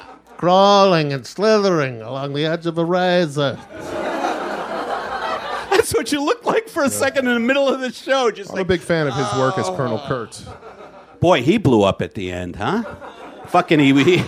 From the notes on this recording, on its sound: Perform live at the late, lamented Improv Lab- back when live shows were still gonna be a regular thing.